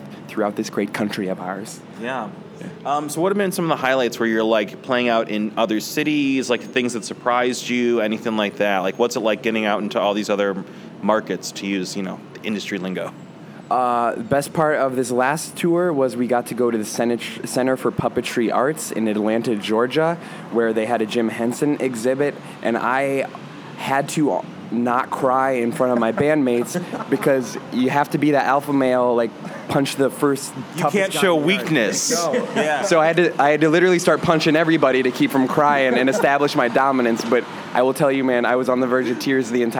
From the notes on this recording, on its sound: an interview recorded at SXSW 2016